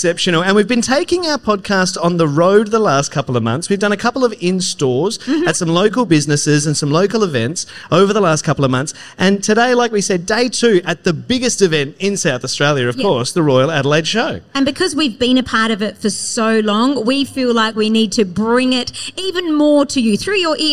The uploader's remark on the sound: LIVE: Back At The Royal Adelaide Show! We were LIVE on the Goyder Stage across Tuesday and Wednesday (September 5 & 6).